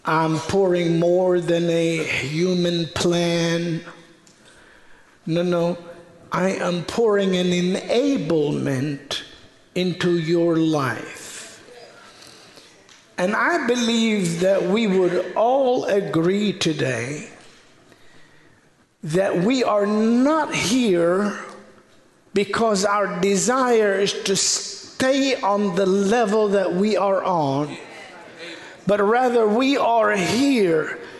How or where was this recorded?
large echoing room